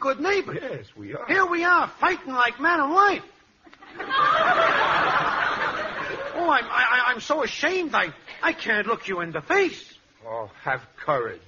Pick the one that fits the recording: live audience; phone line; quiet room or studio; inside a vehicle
live audience